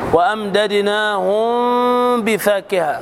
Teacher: وأمددناهم بفاكهة، ميم ساكنة لوقوع الباء بعد الميم الساكنة مع الغنة بمقدار حركتين مع فرجة يسيرة بين الشفتين · Term: إخفاء شفوي